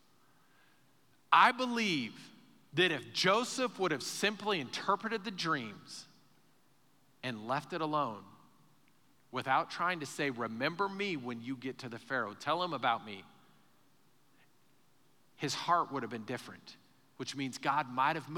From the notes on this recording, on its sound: Recorded live during our Sunday morning service